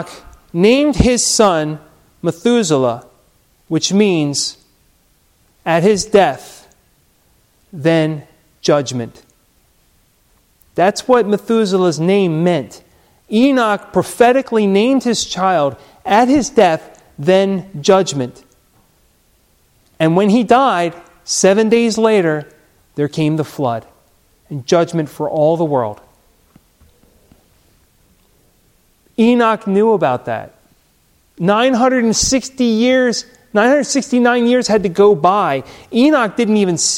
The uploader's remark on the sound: Recorded at Hudson UMC